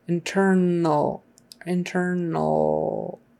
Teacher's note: N and L are kind of in the same place. So it's more like a just move your tongue slightly to push.